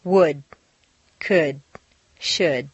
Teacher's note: Once you've found all the L sounds, the good news is that very often you don't even have to pronounce them. · Term: Silent L's